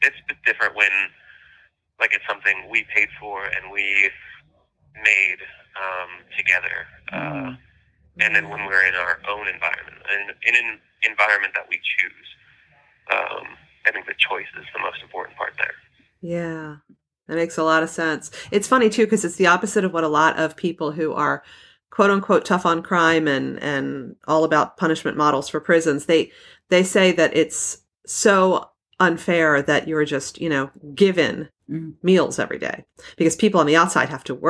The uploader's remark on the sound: Phone interview. Incarcerated friend.